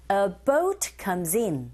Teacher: comes의 z가 e라는 모음으로 이동을 하게 되죠. 그래서 comes in 들리지 않고 comes in 이렇게 들리게 됩니다. · Term: 연음현상